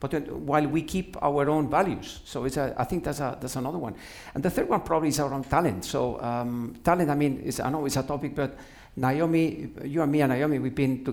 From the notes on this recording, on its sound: Joined by a live studio audience for the first time, at the People Leadership Summit 2022.